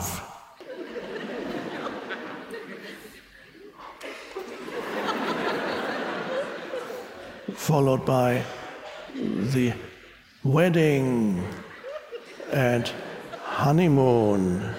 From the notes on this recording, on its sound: talk with an audience in Budapest